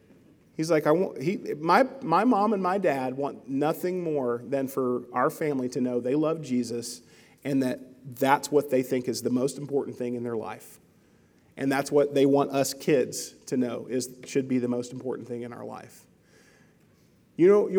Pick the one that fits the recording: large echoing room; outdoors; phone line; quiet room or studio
large echoing room